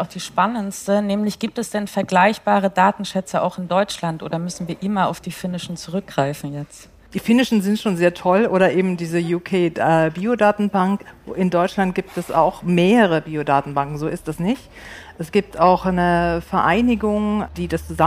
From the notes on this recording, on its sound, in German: Live aufgenommen - beim "WELT Summit - Future of Health".